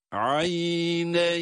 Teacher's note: Aynayn diye durursak, okurken durulursa, bu durumda cezimli olan ya'dan önce üstün hareke olduğu ve kendisinden sonraki harfte de durulduğu için burası meddilin olmakta